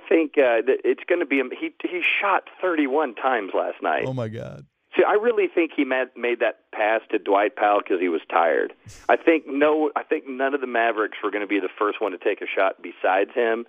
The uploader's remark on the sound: called in live from San Antonio